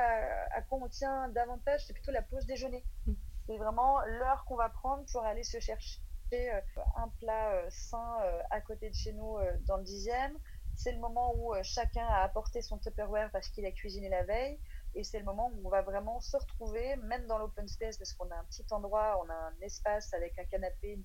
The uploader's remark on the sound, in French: enregistré à distance (confinement oblige)